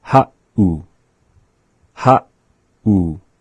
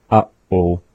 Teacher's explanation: That is the classic example of the pause. The pause, the 7 in the written word ha'u is representing that pause right after the vowel a and before the vowel u